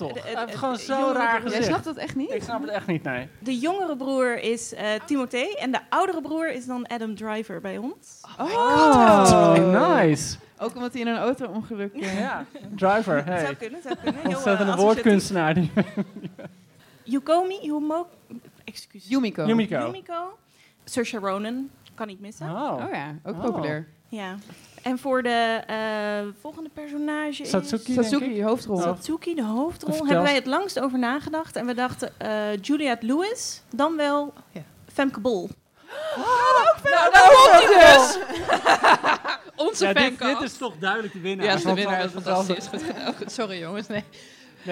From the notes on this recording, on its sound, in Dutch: We trappen het nieuwe seizoen af met een liveshow! Tijdens het Das Mag Festival organiseerde Boeken FM een heuse XXL-leesclub en nam deze podcastaflevering op.